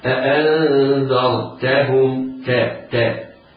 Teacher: الراء ساكنة والحرف الذي قبلها وهو الذال مفتوح، فهي تفخم هكذا أأنذرتهم. التاء حرف مرقق، إياك أن يسبق لسانك وتفخمها تبعا لتفخيم الراء. الوقوع في مثل هذا خطأ لحم جريم وخطأ خطأ عظيم.